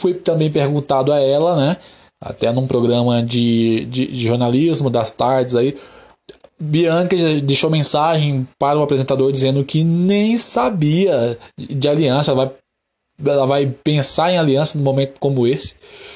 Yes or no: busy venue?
no